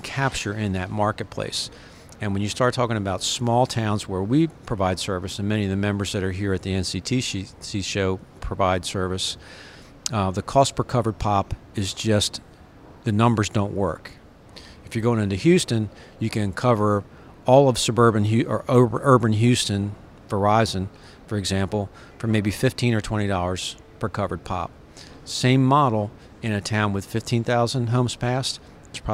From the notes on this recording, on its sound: Live at IGNITE - the Independent Show. We are live at the NCTC/ACA Ignite event in Chicago.